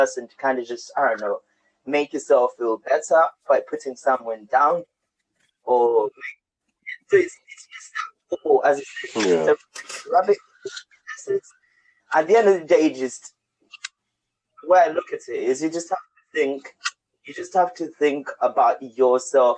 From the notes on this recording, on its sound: BE AWARE OF SOUND ISSUES.